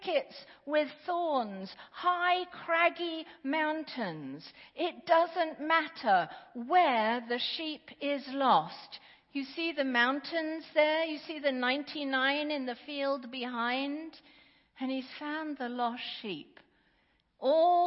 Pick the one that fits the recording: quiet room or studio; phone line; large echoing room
large echoing room